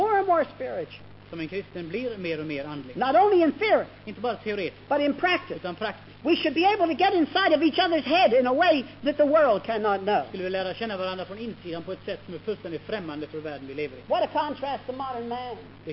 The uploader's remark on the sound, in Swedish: Inspelad i Akademiska f&#246;reningen i Lund 1973.